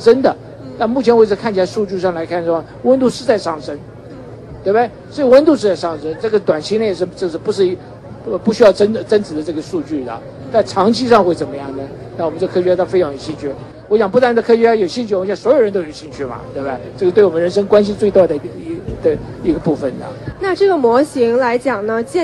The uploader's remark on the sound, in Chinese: 现场Live】JPL Open House